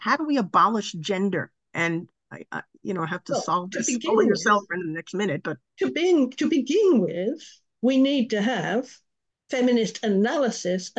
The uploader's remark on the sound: A live webinar on Sunday 28th Jan at 10am UK time.